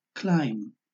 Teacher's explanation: A veces la letra B es muda, lo que en inglés se llama silent B, y que ocurre en palabras que terminan en las letras MB. Entonces se pronuncia solamente la M y no la B final